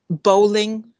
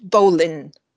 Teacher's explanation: she was dropping the G at the end of words ending in ing · Shown in: second take